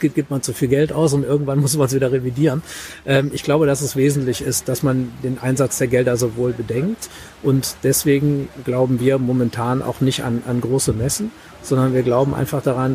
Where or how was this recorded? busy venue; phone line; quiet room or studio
busy venue